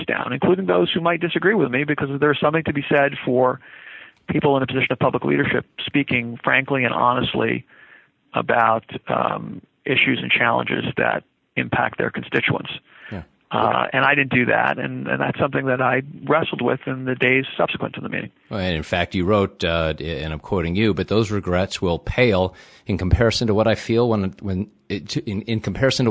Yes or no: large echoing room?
no